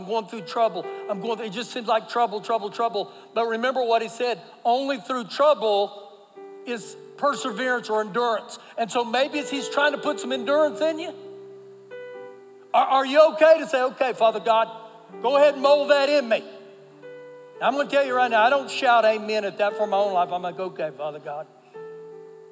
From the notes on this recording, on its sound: Recorded live during our Sunday Morning service